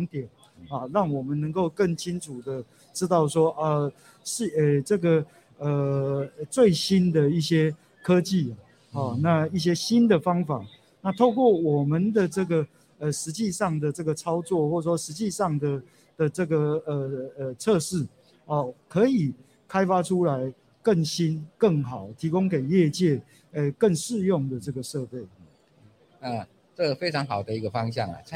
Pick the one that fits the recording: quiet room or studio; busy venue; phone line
busy venue